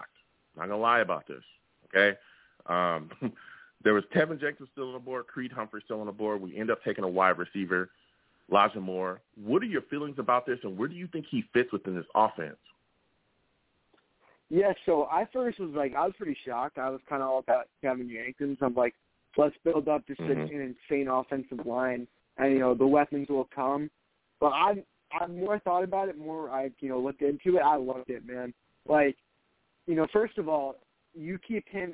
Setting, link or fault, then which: link, phone line